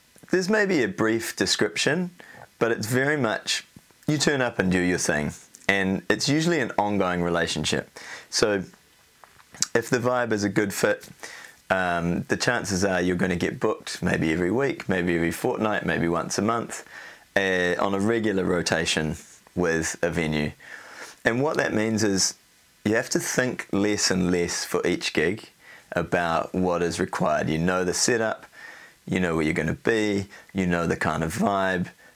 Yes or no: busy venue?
no